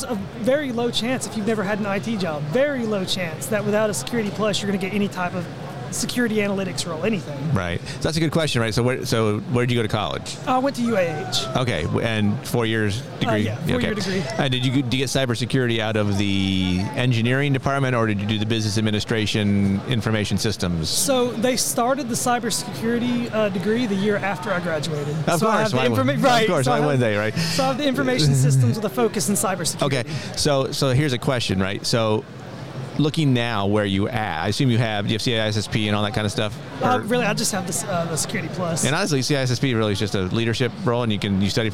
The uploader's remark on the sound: Live from the National Cyber Summit 2023.